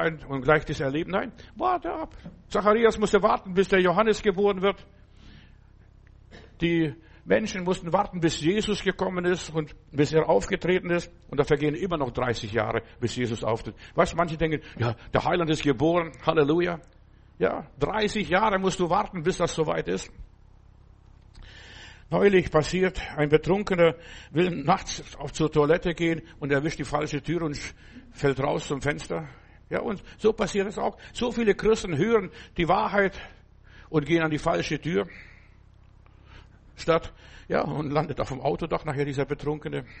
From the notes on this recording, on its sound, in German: im Gemeinde-Zentrum in Berlin aufgenommen